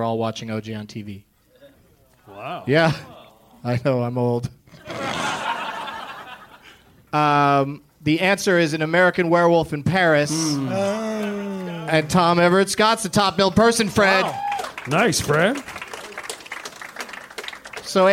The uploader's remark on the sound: Live from the Punch Line in Sacramento